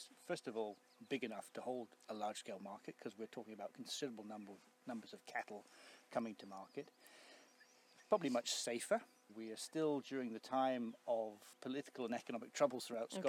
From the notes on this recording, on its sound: As part of Strathearn Festival of the Arts. As they walk the Drove Roads of Strathearn.